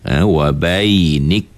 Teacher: Syiddah itu ialah ketika kita sebut kaf ini, suara kita tersekat ataupun tertahan. Yang kedua kita adakan sedikit angin, iaitu dia panggil sifat hamas. · Term: sifat syiddah